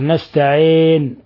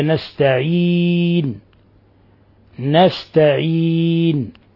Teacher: هكذا بين بين نستعين، يقول لك نستعين، إنما هي نستعين نستعين، إظهار فتحة النون وأيضا إخلاص كسرة العين · Shown in: second take